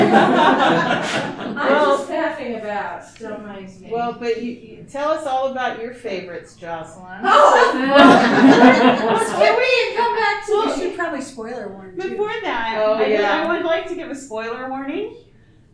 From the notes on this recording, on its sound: TusCon 50 Panel. Recorded live 11/11/2023 Saturday – Panel Room 1 2:00 pm 3:00 pm.